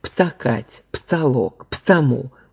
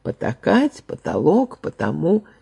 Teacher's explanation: петербургское произношение характеризовалось последовательным сокращением длительности гласной «а» в позиции первого предударного слога короче, чем ударного, во втором еще короче. · Shown in: second take · резкое сокращение длительности, вплоть иногда до полного исчезновения гласного в позиции второго предударного слога, свойственное московскому произношению. «Птакать», «птолок», «птому» – вот это московские варианты.